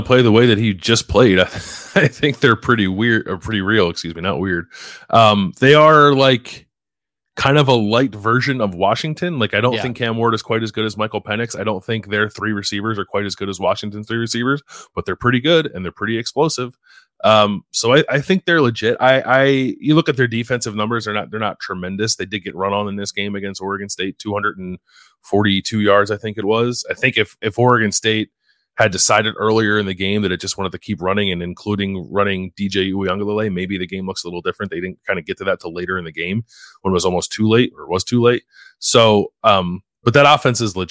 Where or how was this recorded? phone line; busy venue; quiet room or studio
quiet room or studio